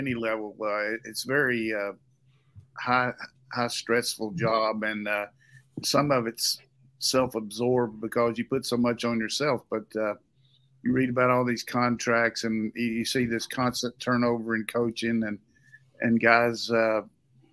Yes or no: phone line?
no